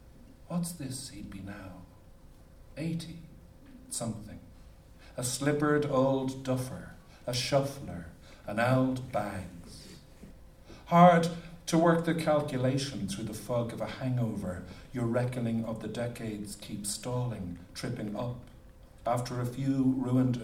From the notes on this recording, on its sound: as part of the UNESCO event at Worlds Literature Festival 2011